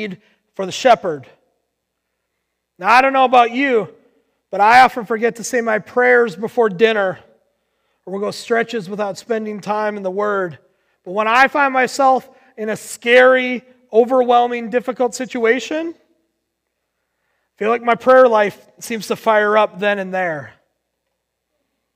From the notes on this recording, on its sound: Recorded on July 19, 2020 at Word of Life Church in Le Sueur, MN.